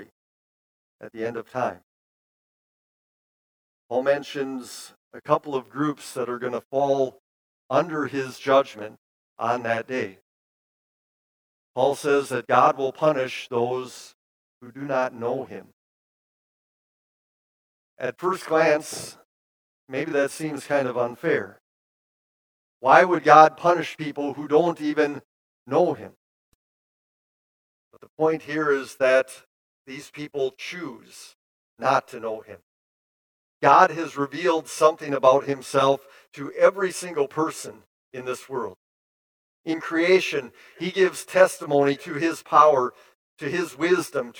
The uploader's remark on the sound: preached this sermon at Bethany's Sunday worship on November 13, 2022